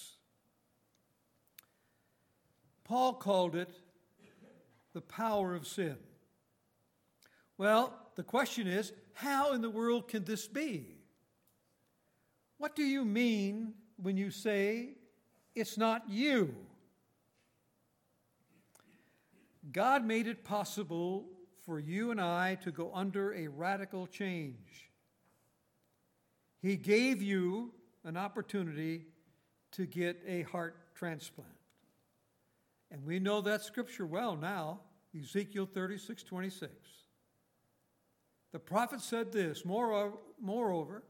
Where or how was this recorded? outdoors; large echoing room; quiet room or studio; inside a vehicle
large echoing room